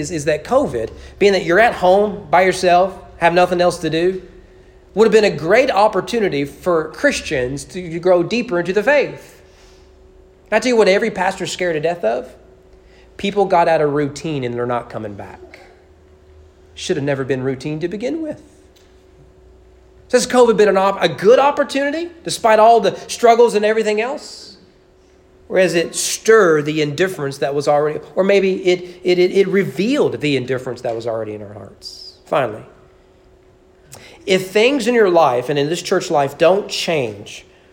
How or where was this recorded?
large echoing room